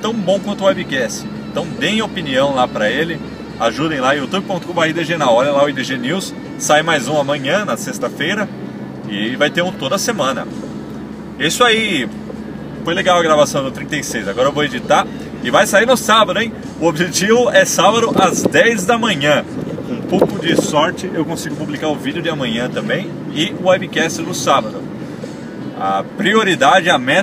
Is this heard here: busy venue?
yes